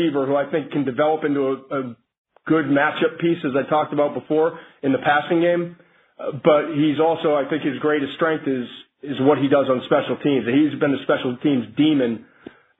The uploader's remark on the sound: NFL Draft Conference Call.